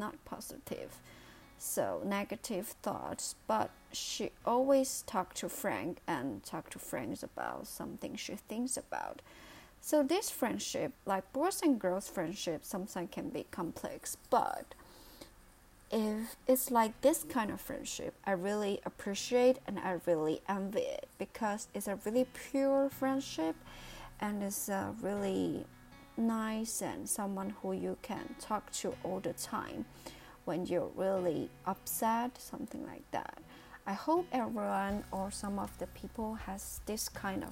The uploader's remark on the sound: My voice will be not loud enough due to my careless of recording. I did not stay close to my microphone.